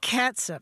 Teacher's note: it's more like S-U-P with that, that vowel is a schwa sound, right? Not a long ooh sound.